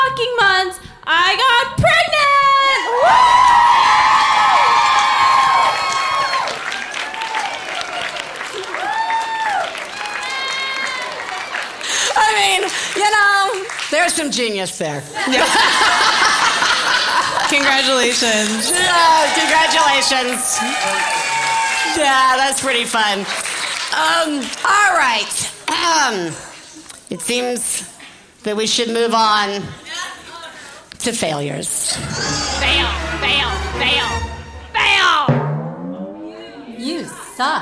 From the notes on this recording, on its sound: Live From San Francisco! Our live show from San Francisco (May 2017).